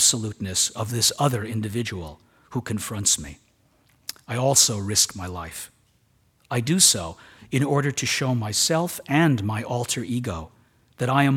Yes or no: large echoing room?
yes